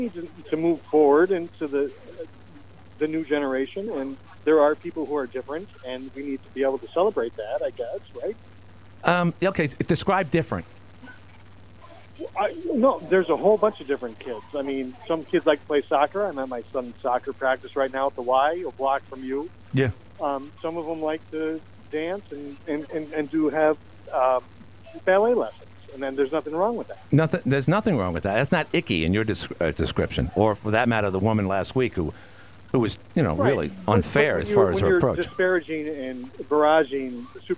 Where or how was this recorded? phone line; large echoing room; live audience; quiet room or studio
phone line